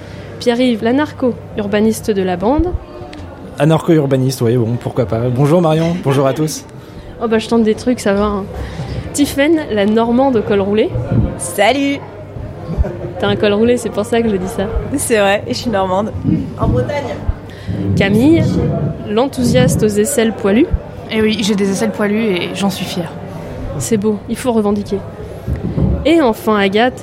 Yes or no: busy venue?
yes